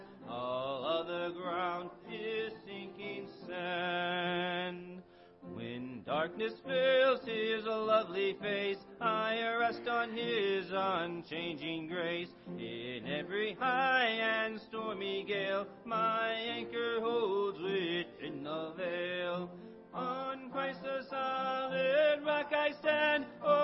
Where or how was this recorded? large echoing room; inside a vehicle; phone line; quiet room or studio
large echoing room